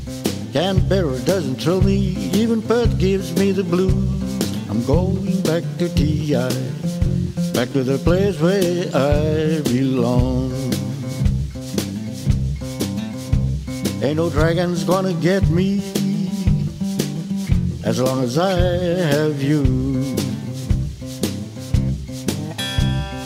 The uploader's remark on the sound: Live from Lulie Tavern